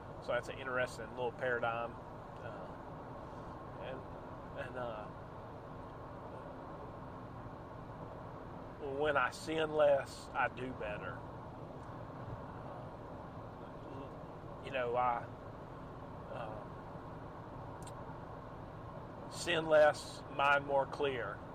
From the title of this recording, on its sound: Night. Rain. Driving.